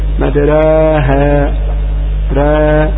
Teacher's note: الإمالة الصغرى للتقليل بين بين أقرب إلى الألف